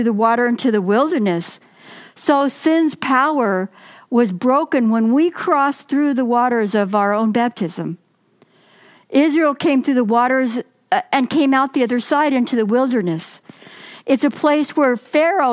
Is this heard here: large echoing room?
yes